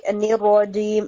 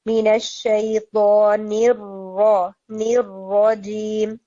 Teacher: باقی لیٹرز میں بی I that was good, وإذا الصحف دیٹ واز گڈ، لیکن جیسے آپ نے استعاذہ پڑھا من الشیطان الرجیم، تو اٹ ساؤنڈز لائک الرجیم، یہ بہت کوئک تھا کہ وہ جو ساکن را ہے اس کا ٹائم پورا نہیں ہو رہا تھا، تو را کے اوپر پہلے تھوڑا سٹے کر کے پھر آگے فتحہ کے ساتھ · Shown in: second take · مین الشیطان الرجیم، پھر اسی طرح سے بسم اللہ الرحمن الرحیم، ٹھیک ہے.